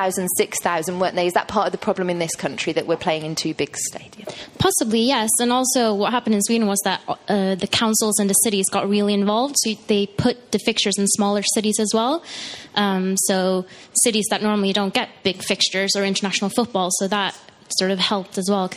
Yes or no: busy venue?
yes